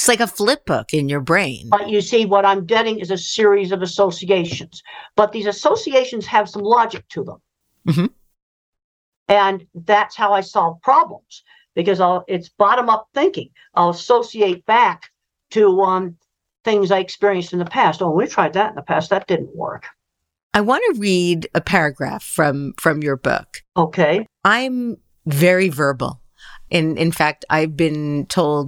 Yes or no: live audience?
no